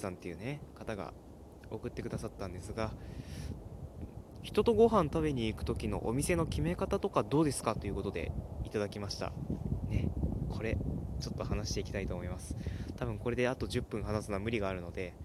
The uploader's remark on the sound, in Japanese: 外録りのせいでもあります。